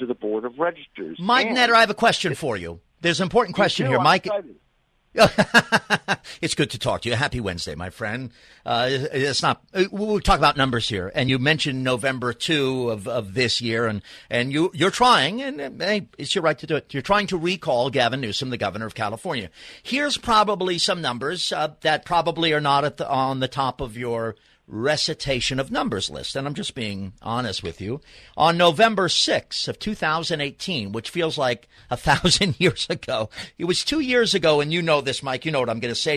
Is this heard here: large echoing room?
no